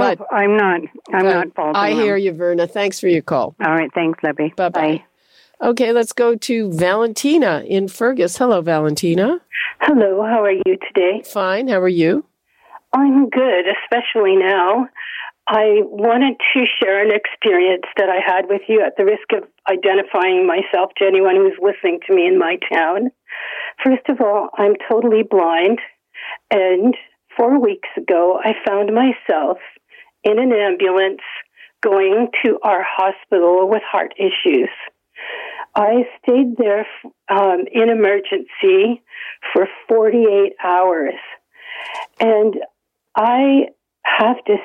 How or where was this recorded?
phone line